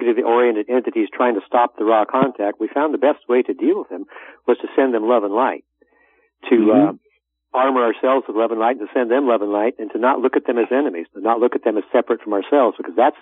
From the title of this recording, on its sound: Conference Call LIVE, June 27, 2022